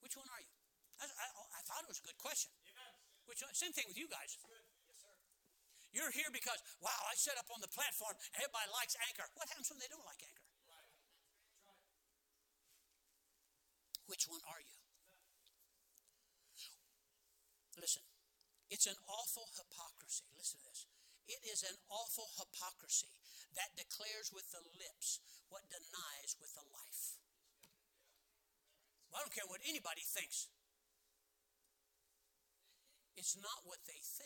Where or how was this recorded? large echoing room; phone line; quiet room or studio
large echoing room